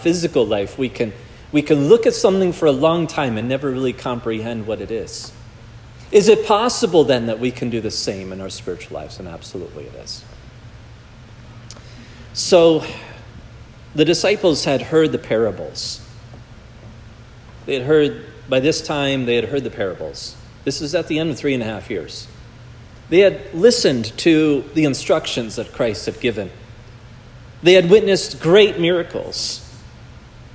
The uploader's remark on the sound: This message was preached at Providence Church